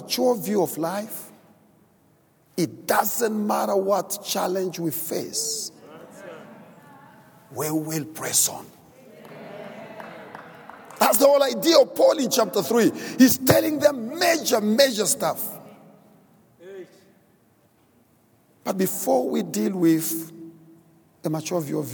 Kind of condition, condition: setting, large echoing room